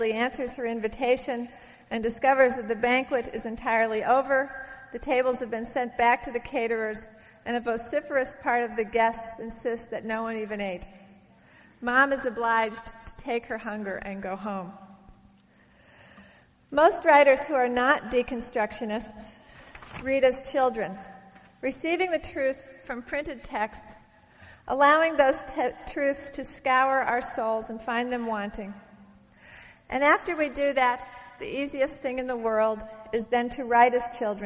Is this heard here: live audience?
yes